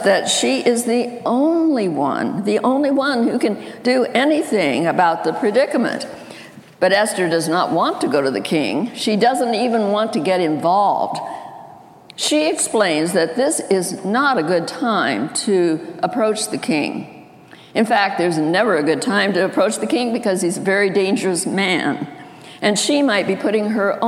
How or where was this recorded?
large echoing room